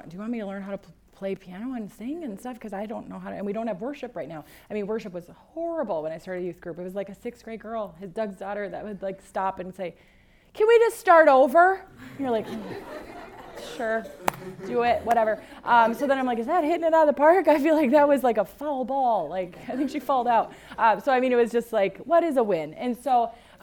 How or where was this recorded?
live audience